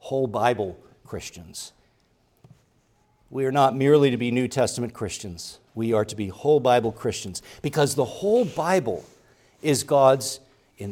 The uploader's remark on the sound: preached at Grace Orthodox Presbyterian Church in Sewickley, PA, during the evening Worship Service on Sunday, December 3, 2023